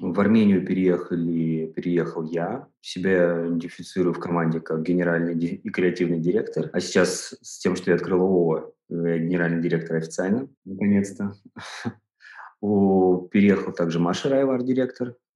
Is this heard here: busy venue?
no